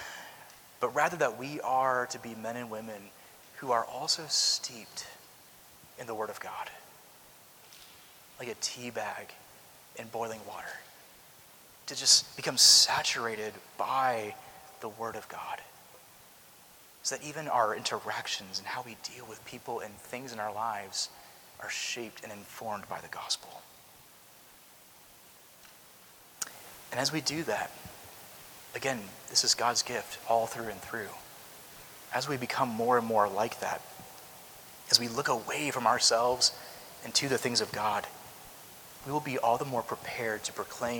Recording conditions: large echoing room